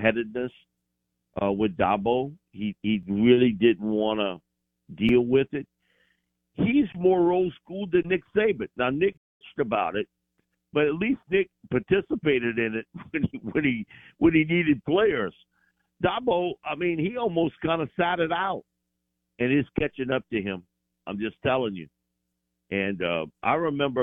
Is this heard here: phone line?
yes